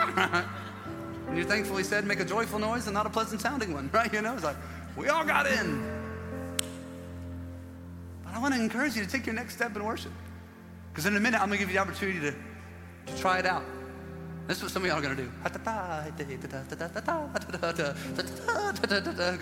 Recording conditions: live audience